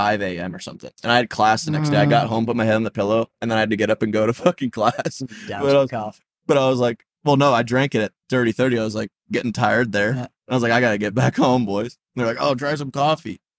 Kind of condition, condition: setting, inside a vehicle